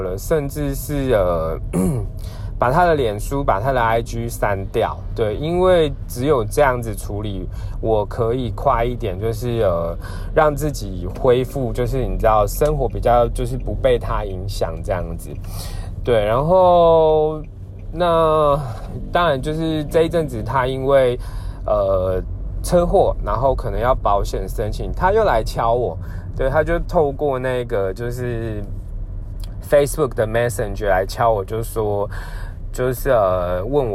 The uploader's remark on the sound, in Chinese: 本次換個空間：開車移動時錄音，有點雜音請見諒～。